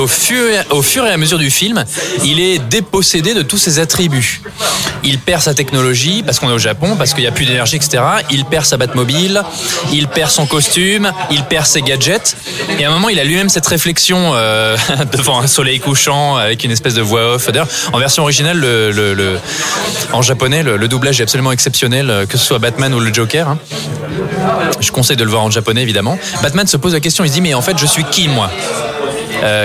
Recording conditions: busy venue